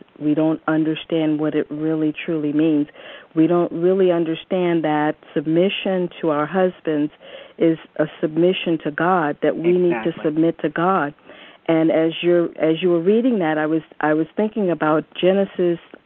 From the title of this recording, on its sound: AUGUST 28, 2011 CONFERENCE CALL